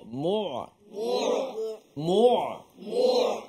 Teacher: Ain di mana di tengah kerongkong.